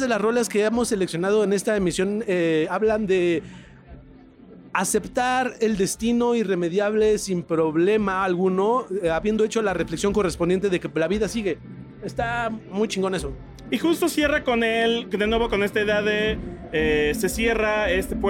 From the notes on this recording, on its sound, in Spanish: Traemos otro episodio grabado directo desde el Corona Capital y con otra de las bandas que se presentó ese día.